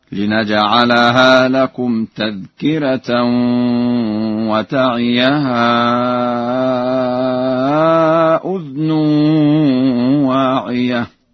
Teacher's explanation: قرأ ورش بإسكان الذال